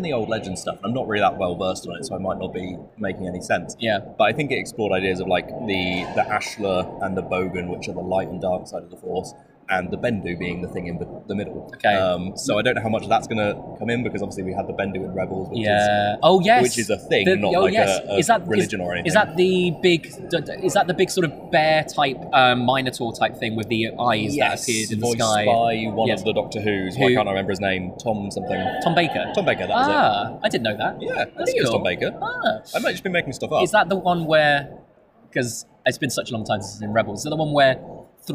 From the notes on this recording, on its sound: Star Wars Celebration live reaction special! Live and in person from the floor of Star Wars Celebration 2023!